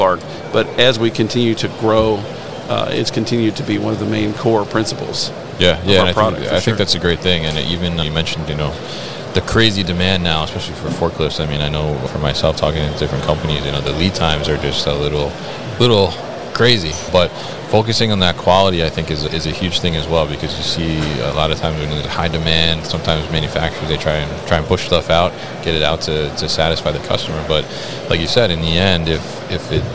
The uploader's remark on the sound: CLARK Material Handling at MODEX 2022.